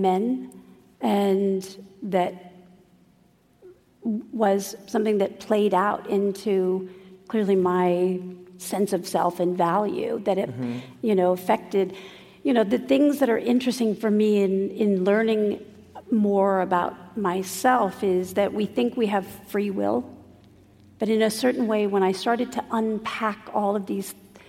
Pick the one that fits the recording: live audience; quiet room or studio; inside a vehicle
live audience